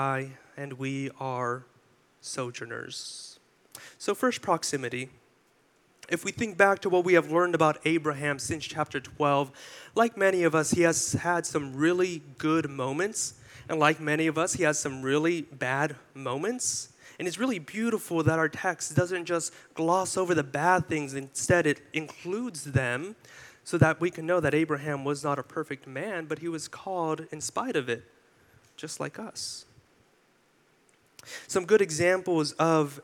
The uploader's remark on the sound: delivered this sermon for our July 16, 2023 worship service